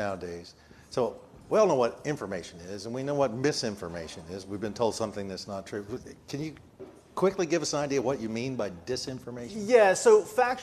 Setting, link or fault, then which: setting, busy venue